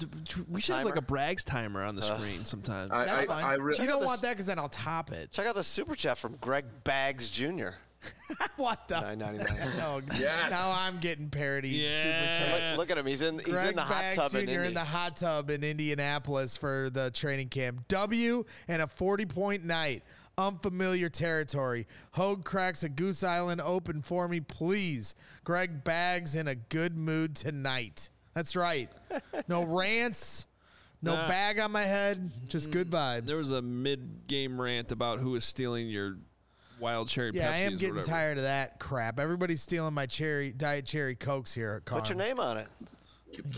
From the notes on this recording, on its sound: live reaction from the locker room